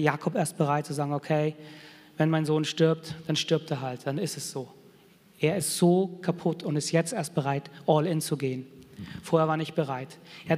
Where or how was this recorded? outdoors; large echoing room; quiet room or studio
large echoing room